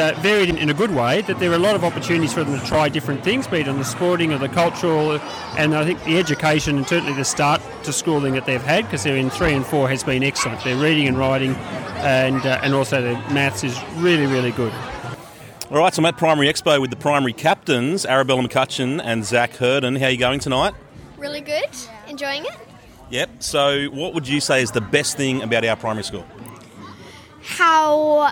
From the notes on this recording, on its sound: A range of short interviews from last week's Primary Expo.